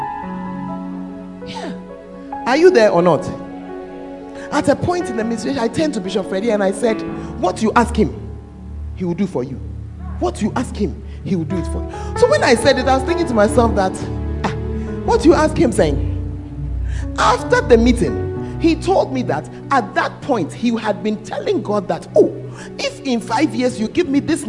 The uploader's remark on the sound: Preached at the Tuesday Service